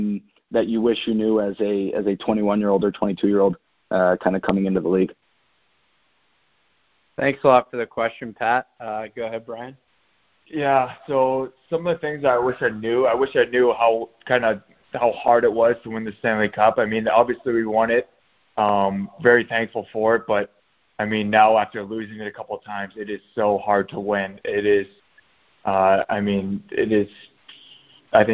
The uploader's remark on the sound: the recording of our LIVE conference call